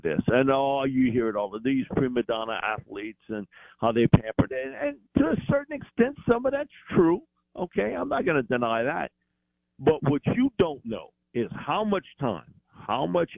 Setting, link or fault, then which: link, phone line